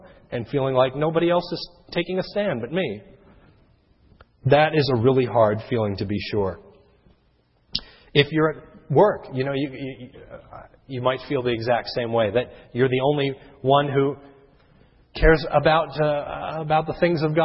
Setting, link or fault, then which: setting, large echoing room